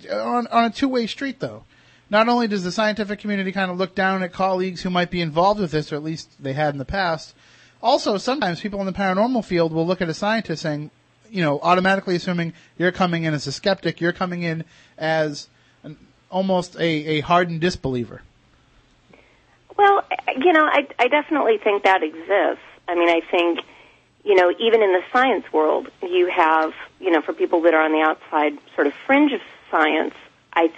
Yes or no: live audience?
no